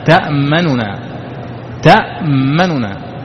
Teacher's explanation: هذا الروم كأنك تختلس ثلثي الحركة